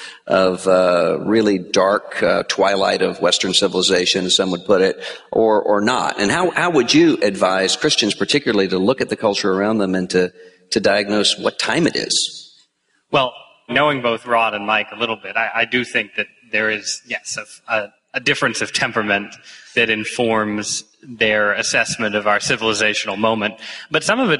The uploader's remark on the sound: at the ERLC's 2015 National Conference for a panel discussion